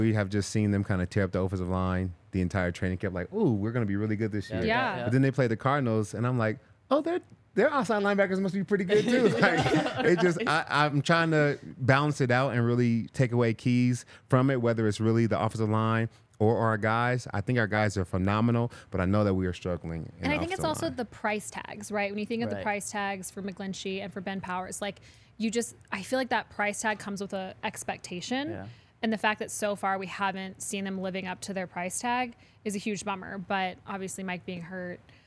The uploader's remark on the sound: coming to you LIVE from the DNVR Bar